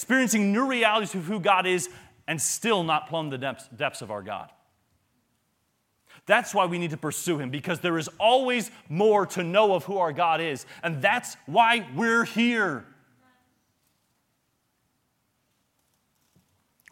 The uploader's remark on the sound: Sermons and workshops delivered at the 2023 Thee Generation Youth Summit at Falls Baptist Church in Menomonee Falls, WI.